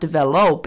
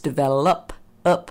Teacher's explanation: The O turns into a schwa in the middle of the word. · Shown in: second take